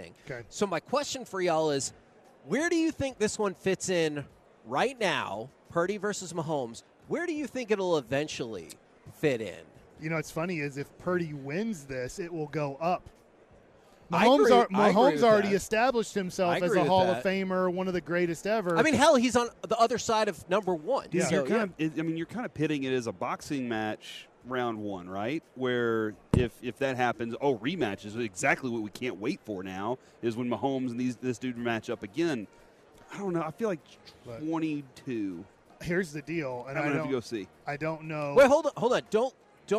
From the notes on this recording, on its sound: LIVE from Radio Row in Las Vegas!